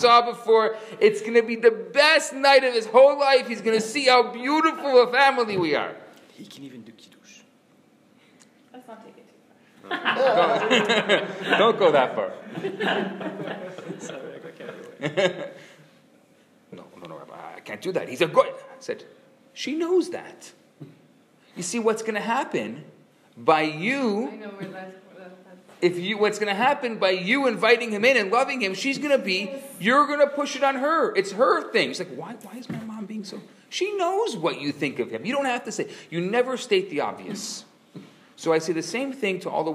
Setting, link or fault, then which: setting, live audience